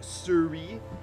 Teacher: she says the word sorry but it's almost like the O has become a U, and it's like Suri.